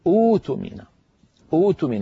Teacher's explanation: يبدلون الهمزة الساكنة الثانية حرف مد من جنس الأولى